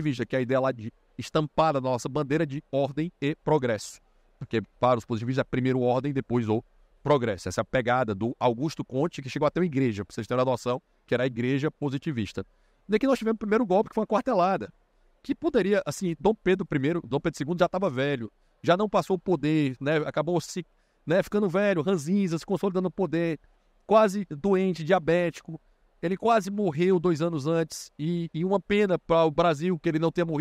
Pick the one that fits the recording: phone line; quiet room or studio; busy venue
busy venue